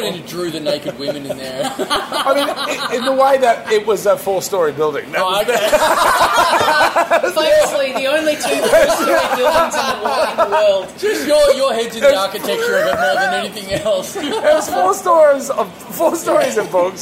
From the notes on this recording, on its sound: A messy, al fresco Talkin' Dum Dum, recorded at the pub!